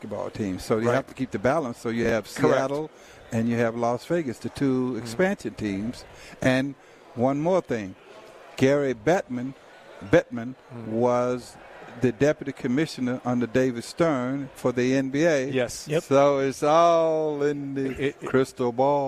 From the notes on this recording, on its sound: Live From The NBA Summer League at the Thomas and Mack